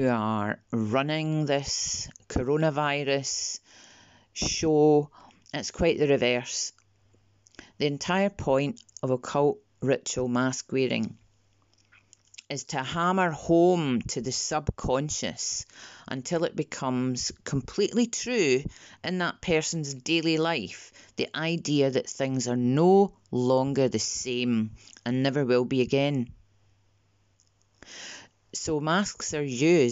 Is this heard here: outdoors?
no